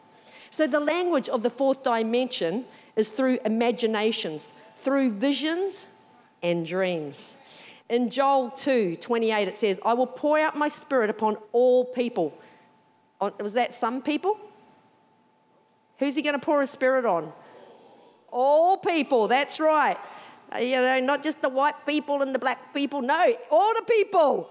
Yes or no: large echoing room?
yes